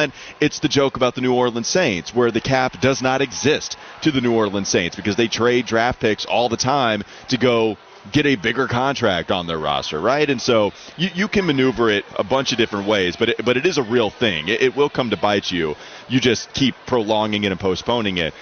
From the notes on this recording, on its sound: get a Friday show rolling from the 2023 Hercules Tire Big South Basketball Championships